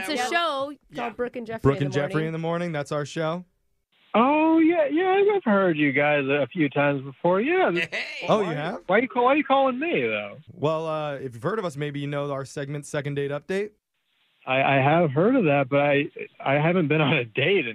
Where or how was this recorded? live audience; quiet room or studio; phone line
phone line